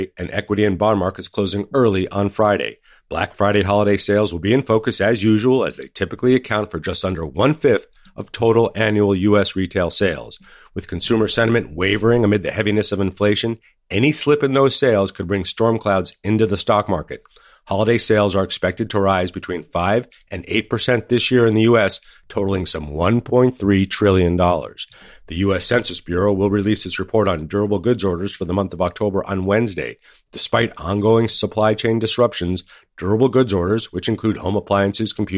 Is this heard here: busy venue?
no